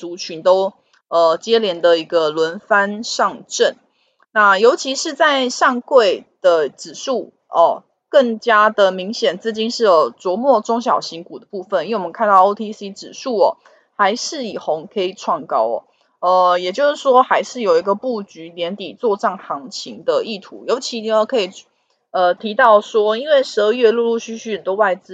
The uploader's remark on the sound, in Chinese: 本集有些許雜音，已亟力避免，如有察覺請多多包涵。